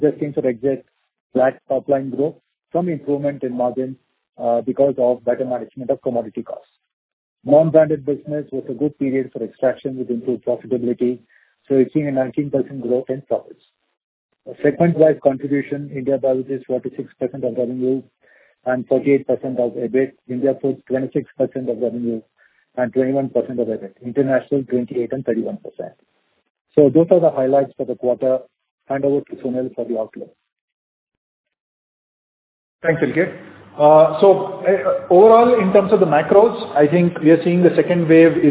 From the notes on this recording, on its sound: Audio recording of result discussion/conference call for quarter ended September 2021.